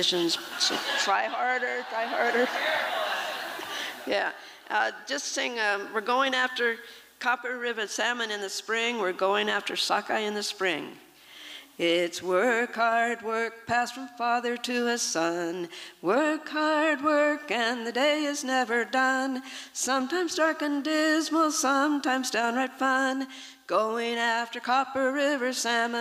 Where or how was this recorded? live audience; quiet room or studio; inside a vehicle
live audience